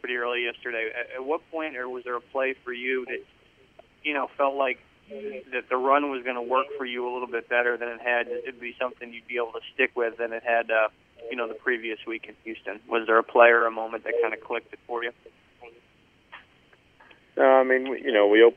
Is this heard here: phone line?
yes